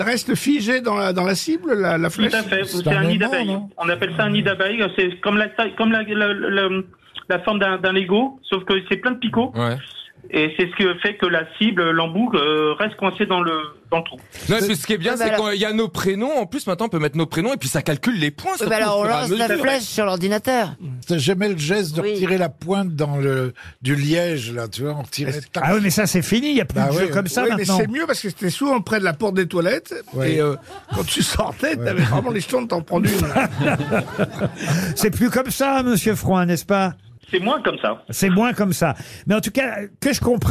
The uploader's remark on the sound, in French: au téléphone des Grosses Têtes